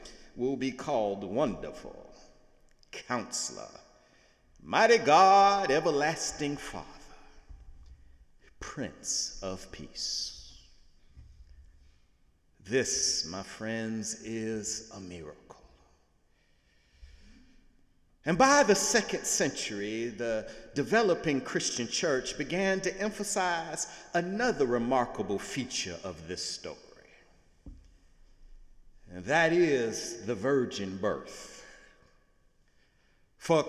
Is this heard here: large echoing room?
yes